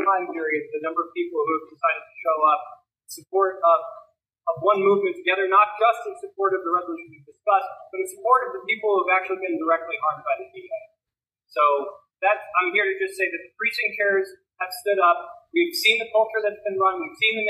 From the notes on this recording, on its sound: Rally by over 100 Harris County Precinct Chairs. Poor Audio Quality.